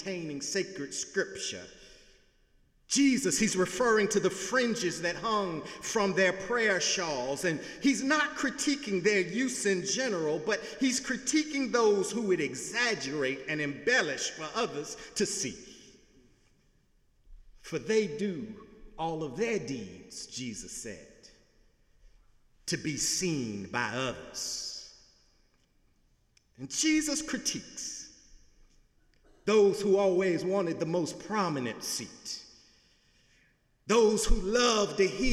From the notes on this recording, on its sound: Sunday sermon November 5, 2017 in the Memorial Church of Harvard University